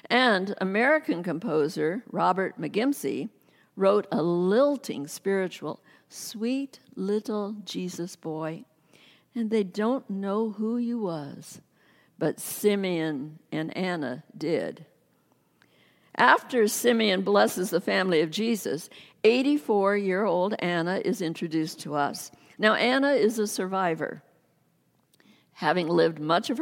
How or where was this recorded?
large echoing room